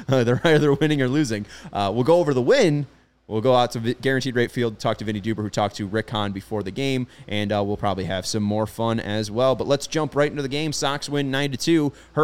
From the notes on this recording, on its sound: CHGO White Sox Live Postgame Show. Joins the show live from Guaranteed Rate Field.